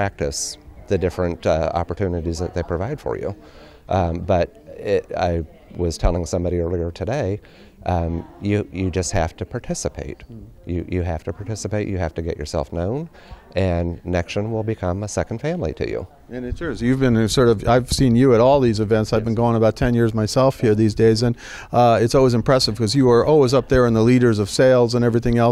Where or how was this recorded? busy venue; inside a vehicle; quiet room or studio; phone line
busy venue